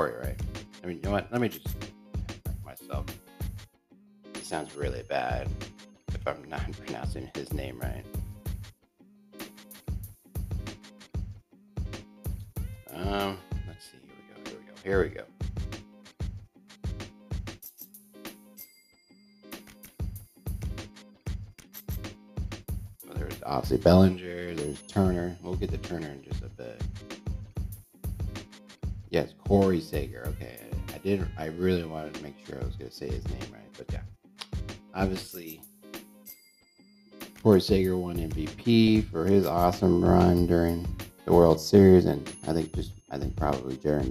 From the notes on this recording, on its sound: The Host will promise to be smoother and also fix his microphone it a working process with the mic